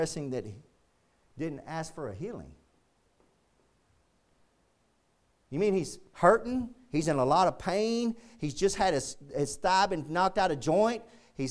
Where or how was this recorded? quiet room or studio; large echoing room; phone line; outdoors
large echoing room